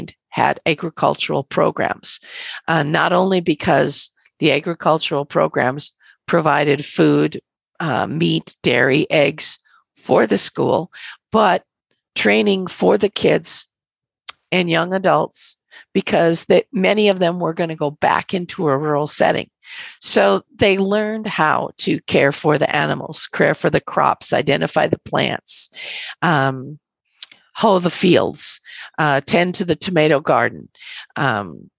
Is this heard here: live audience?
no